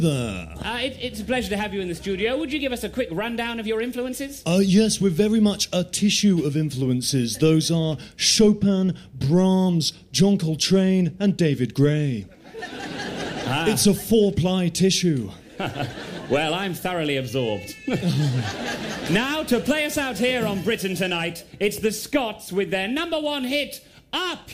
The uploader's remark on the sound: Live on BBC Radio 6 Breakfast. The BBC kindly (and unwisely) let us have a bash at the airwaves, unleashing our improvised mayhem on a live audience at the Edinburgh Festival.